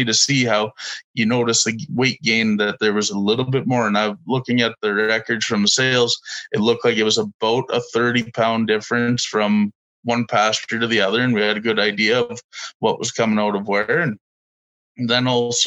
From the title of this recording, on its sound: Webinar Recordings